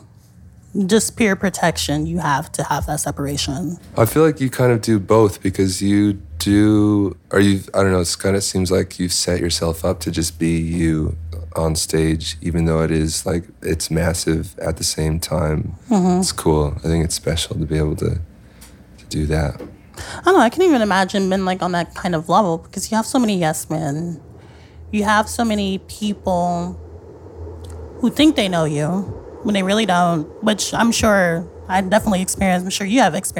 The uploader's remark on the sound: Sat down backstage at Pitchfork Music Festival. We recorded even more podcasts backstage at Pitchfork Music Fest.